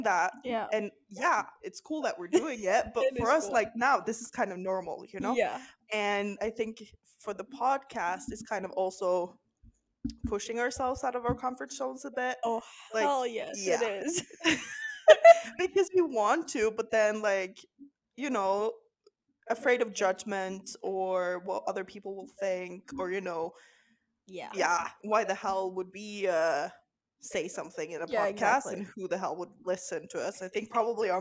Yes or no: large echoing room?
no